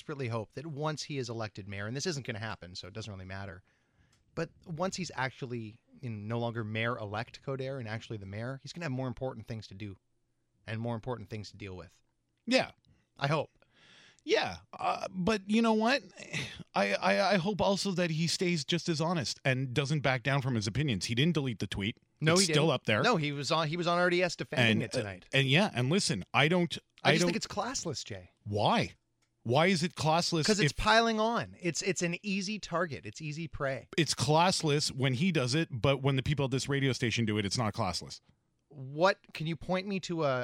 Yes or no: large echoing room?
no